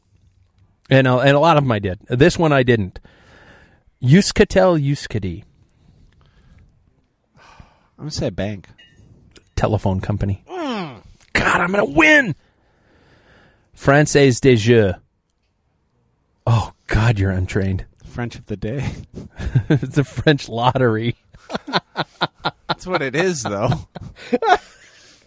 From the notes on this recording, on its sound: Enjoying the outdoors.